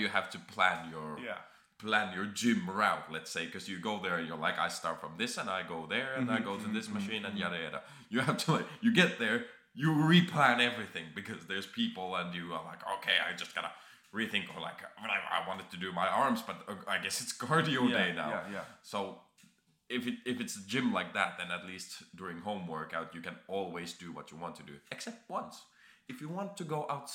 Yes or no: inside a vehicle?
no